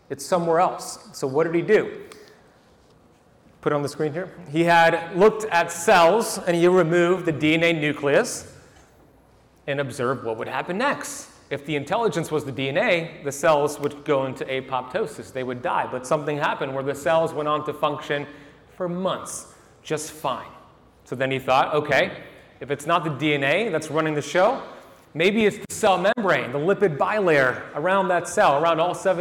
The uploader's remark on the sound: 2023 Hybrid Health Summit Keynote Lecture. The keynote lecture from my appearance at the 2023 Hybrid Health Summit in Miami, FL.